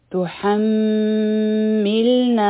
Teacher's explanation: په میم باندې مونږ غنه کوو ځکه چې میم مشدد او په نون مشدد باندې غنه کیږي او بیا دې نا حرفی مده دی دوه حرکه به راکاږو